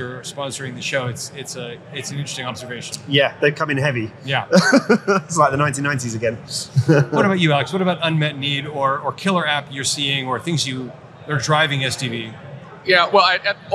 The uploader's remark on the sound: Live from AutoTech: Detroit